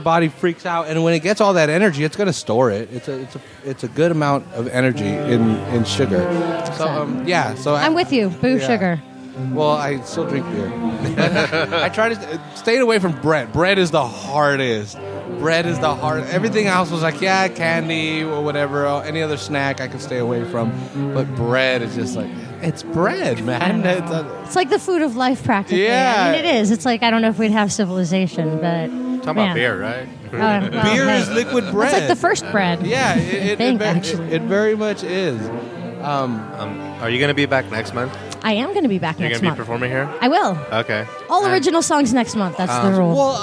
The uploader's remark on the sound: Seaside Open Mic. This episode was recorded at the Press Club in Seaside. They are hosting a monthly open mic every first Friday of the month so we went to check out the first one of the year.